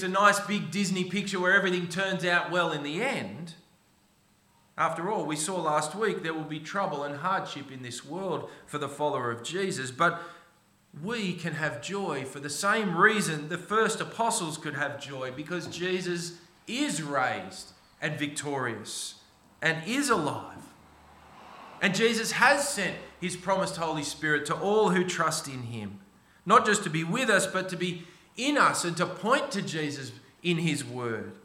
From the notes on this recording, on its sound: This sermon was preached on 19 November 2023 at all services of Helensburgh and Stanwell Park Anglican Church.